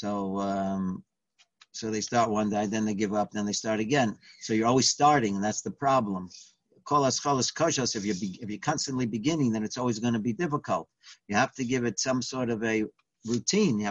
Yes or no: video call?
yes